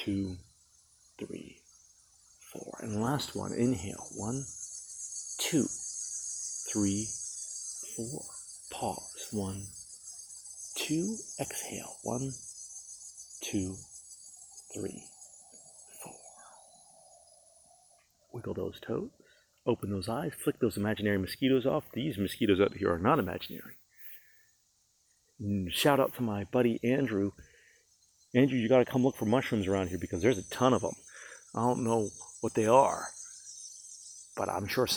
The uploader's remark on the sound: Wandered into the woods to record tonight's episode! Live from the Glade.